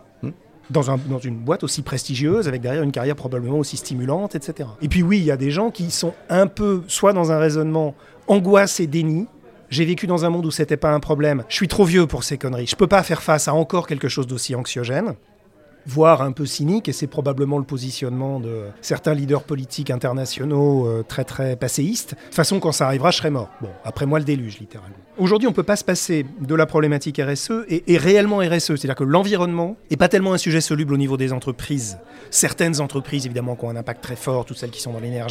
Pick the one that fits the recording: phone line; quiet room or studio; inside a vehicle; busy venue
busy venue